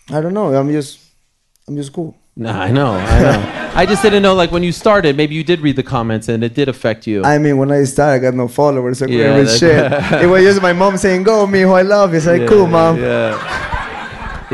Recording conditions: live audience